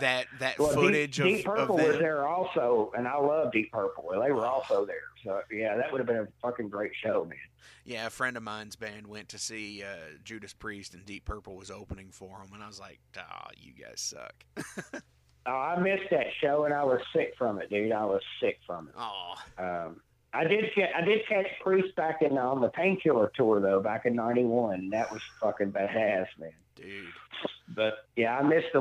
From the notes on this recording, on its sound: calls